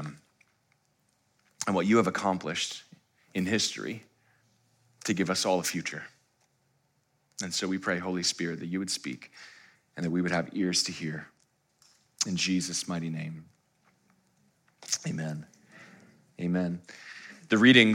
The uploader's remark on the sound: live stream of our Good Friday Communion Service